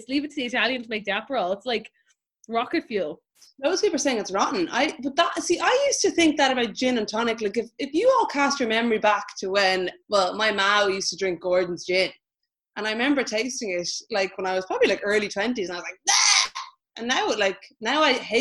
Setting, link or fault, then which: link, video call